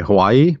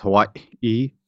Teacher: So that sound in the middle is called a glottal stop · Shown in: second take